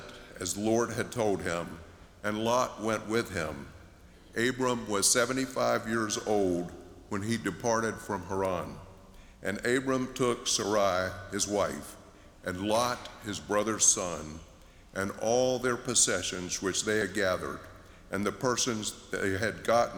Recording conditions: large echoing room